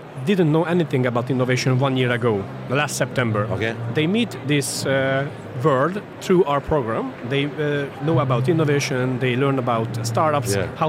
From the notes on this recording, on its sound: At the Web Summit conference in Lisbon